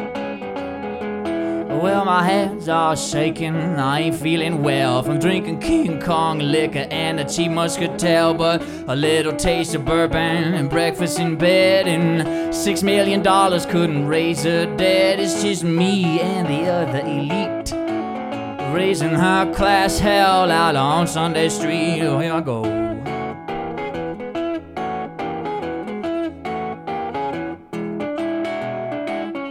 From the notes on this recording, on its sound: LIVE from the Monarch Building in the heart of Ogden Utah's Nine Rails Creative District